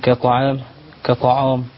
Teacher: حرف الألف مرقق والحرف الطاء مفخم · Term: الحروف المرققة